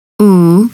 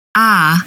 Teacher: The OO sound, U, and short O, A, are in the right side of the diagram because we create them using the back of our tongue.